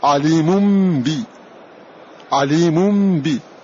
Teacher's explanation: قلبنا النون الساكنة ميما خالصة · فقلبنا التنوين ميما ثم أخفينا هذه الميم · Term: الإقلاب